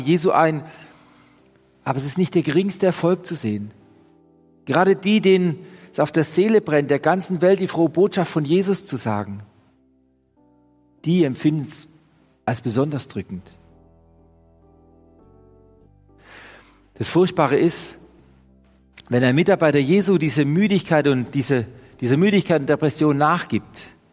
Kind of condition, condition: setting, large echoing room